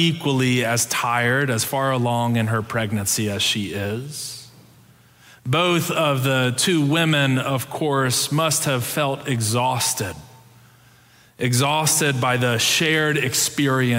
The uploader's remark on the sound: Preached on December 5, 2022, in our Sanctuary and MorningSong worship services.